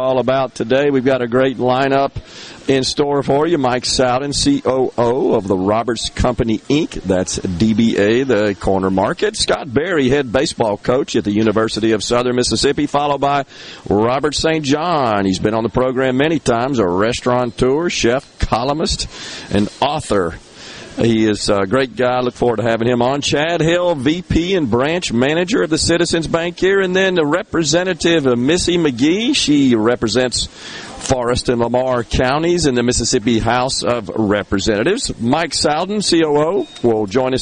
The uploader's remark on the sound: MidDays is coming to you LIVE from Corner Market on Hardy St. In Hattiesburg.